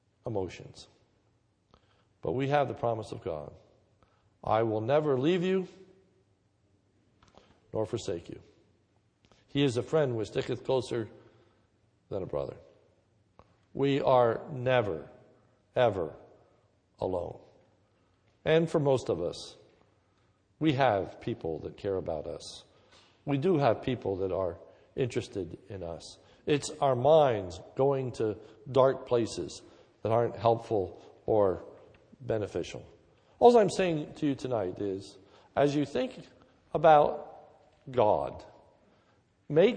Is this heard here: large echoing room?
yes